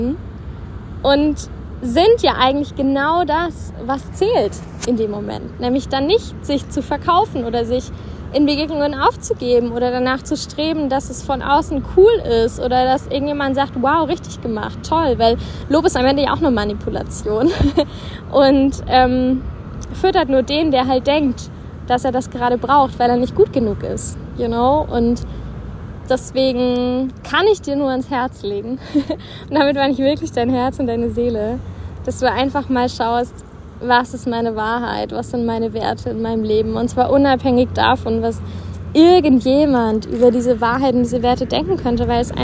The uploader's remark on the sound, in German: Kurzschnack live aus unserem Päuschen in der Sonne.